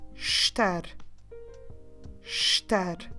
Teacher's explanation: we start with a soft sh, we ignore the vowel in the beginning.